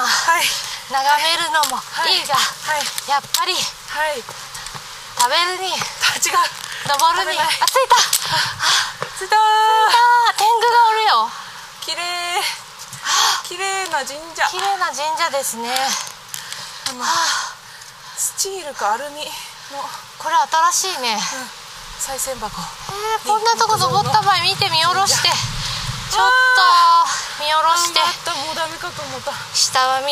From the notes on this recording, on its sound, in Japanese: 若杉山。山での収録と下山後のアフタートークを合わせて作っています。